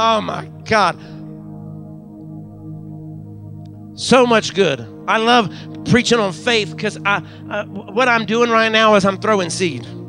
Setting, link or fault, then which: setting, large echoing room